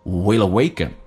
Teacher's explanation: 一般来说 will 跟 awaken 会有一个连音， L 只有在音标当中只有一个，所以 L 跟后面进行连音变成 willawaken。